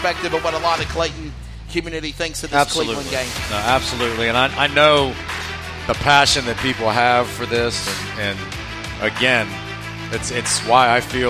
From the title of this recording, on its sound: LIVE from Vinson's Pub+Eatery